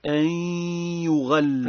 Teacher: وهذا الإدغام بغنة يكون بمقدار حركتين